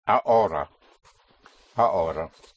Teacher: Spelled H-O-R-A means hour, and the H is not pronounced in Spanish